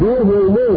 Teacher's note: يخطب بهم بضم الهاء والميم